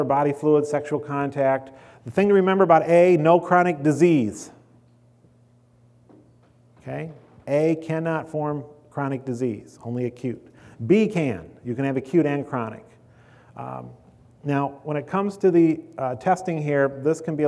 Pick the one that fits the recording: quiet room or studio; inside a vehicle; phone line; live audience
live audience